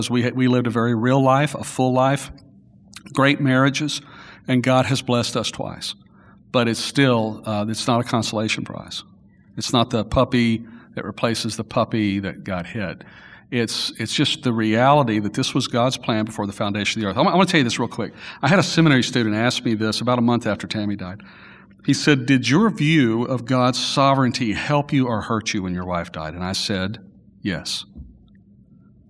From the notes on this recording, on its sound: Following community worship on March 1 in front of a live studio audience.